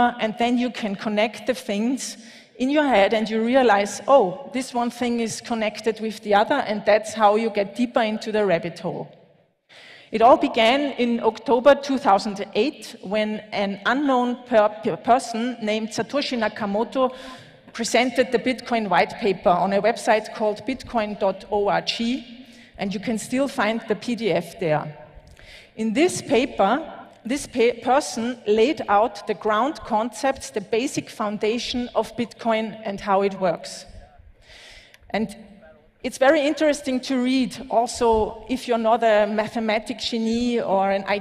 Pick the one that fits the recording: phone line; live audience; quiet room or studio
live audience